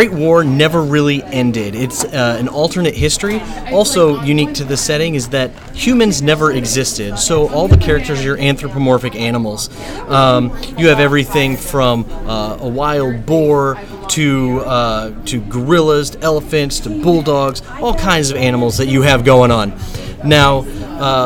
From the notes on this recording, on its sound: comes to you live from Imaginarium 2017